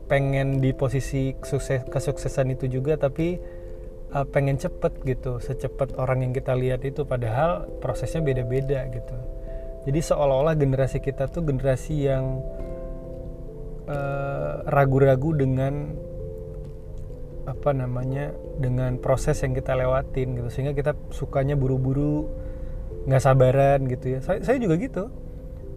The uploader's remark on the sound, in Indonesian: Lagi berkendara, maklumin yaa kalo rada noise.